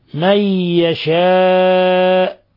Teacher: نون ساكنة جاء بعدها الياء، تدغم النون في الياء إضغام بغنة، فهذا إضغام بغنة من يشاء، وانتهى هذا اللفظ بهمزة بعد حرف المد، فهو من إذن من قبيل المد المتصل، يمد من 4 إلى 5 حركات حتى إلى 6 حركات لأنه يجوز الوقف عليه.